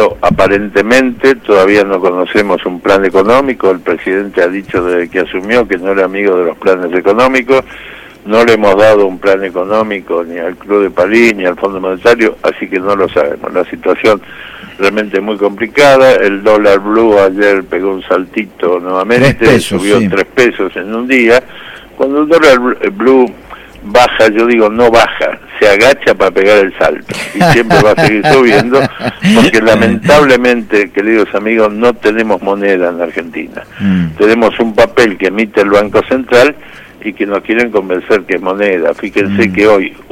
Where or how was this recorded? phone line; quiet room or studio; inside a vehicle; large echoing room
phone line